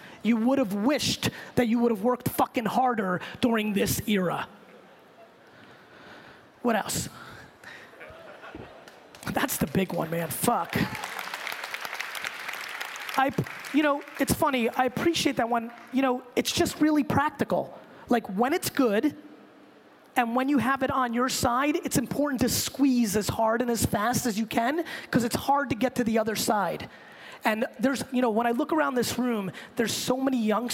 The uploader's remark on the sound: I gave this keynote to the Rise conference in Hong Kong last week, for a group of entrepreneurs